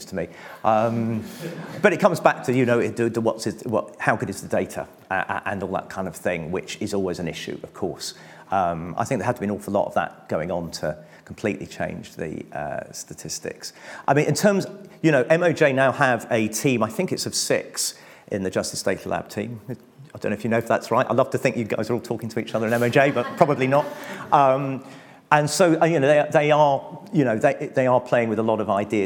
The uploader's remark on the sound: Our latest event, the 40th in our series, was a justice special, where the speakers presented their work in an exciting, quickfire format. Each speaker had eight minutes, followed by eight minutes of questions from the audience.